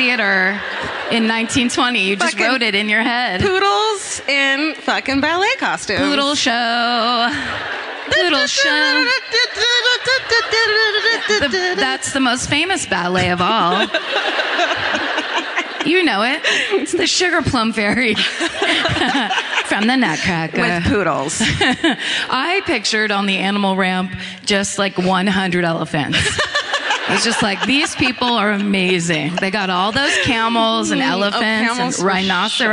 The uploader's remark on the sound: Live at the Palace Theatre in Columbus